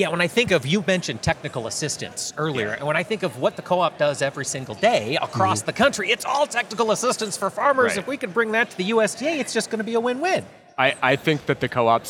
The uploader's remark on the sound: Around the Table at Commodity Classic 2023. Live on the floor of the 2023 Commodity Classic in Orlando, FL.